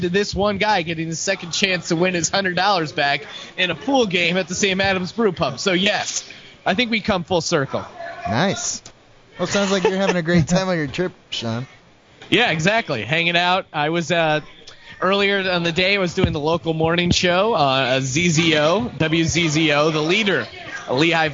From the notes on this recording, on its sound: Live from the Brew Pub